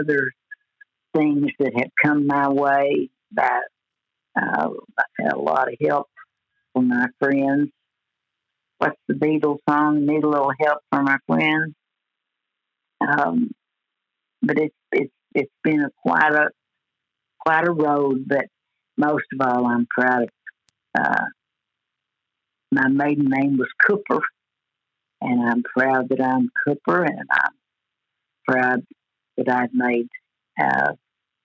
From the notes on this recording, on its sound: joins us on the phone from her home in Paragould